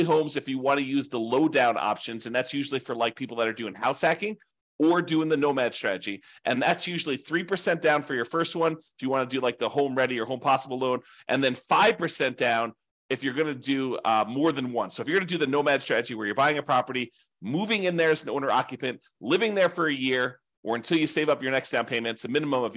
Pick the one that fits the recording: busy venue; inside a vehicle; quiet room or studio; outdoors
quiet room or studio